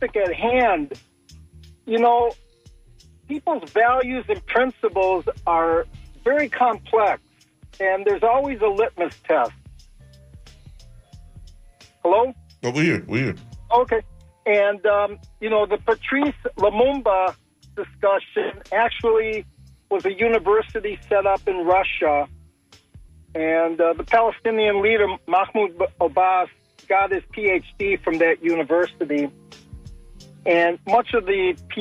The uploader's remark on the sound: unique magazine format call-in show